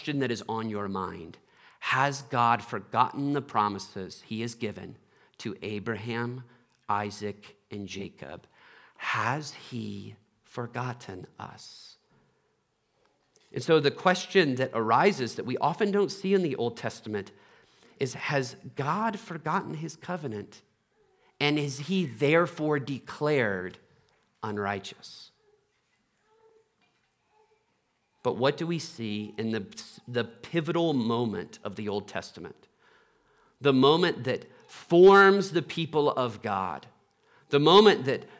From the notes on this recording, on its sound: Trinity Anglican Church Littleton, CO